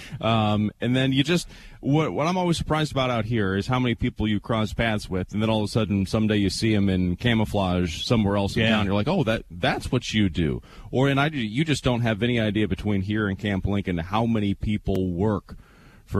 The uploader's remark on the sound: AM Springfield is on the road with Air National Guard Live from the 183rd Wing.